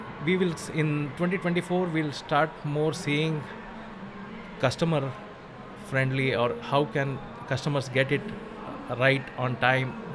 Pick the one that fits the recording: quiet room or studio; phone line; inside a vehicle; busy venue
busy venue